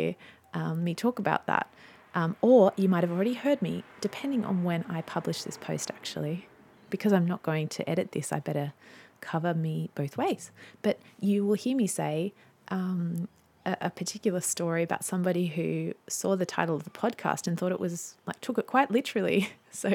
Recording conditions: sounds in the background